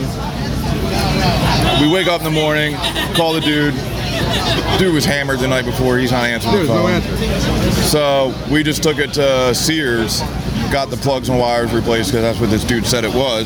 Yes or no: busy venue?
yes